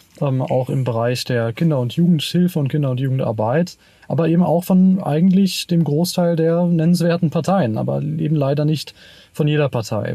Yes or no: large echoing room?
no